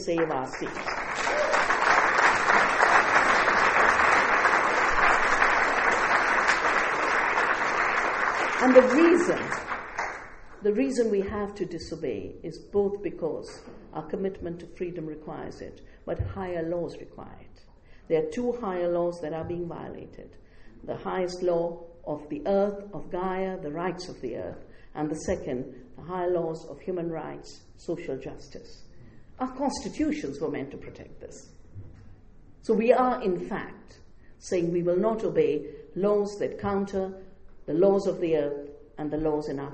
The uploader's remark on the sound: At the North Centennial Community Centre in Winnipeg, Manitoba, Canada at the invitation of a local collective known as Power House Producers in association with the Women’s and Gender Studies Students Association, and the University of Winnipeg’s Womyn’s Centre. For an audience of about a hundred people.